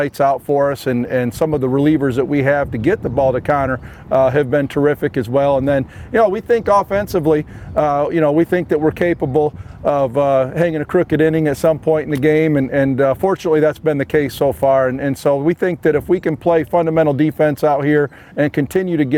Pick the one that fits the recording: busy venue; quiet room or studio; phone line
busy venue